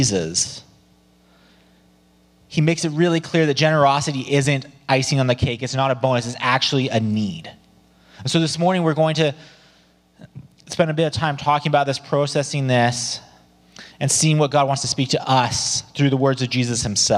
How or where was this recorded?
large echoing room